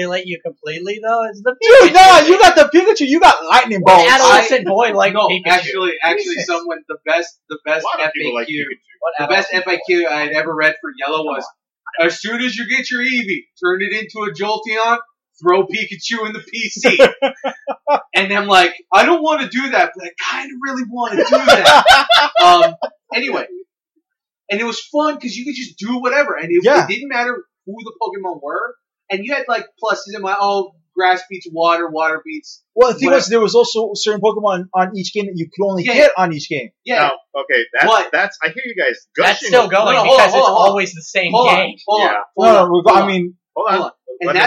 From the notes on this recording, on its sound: Our audio quality issues will be addressed either later this season or during our off-season break.